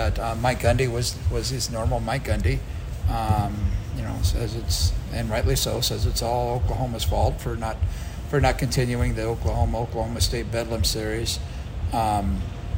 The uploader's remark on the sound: Live from Big 12 football media days. AT&T Stadium in Arlington, Texas, site of the annual Big 12 football media days.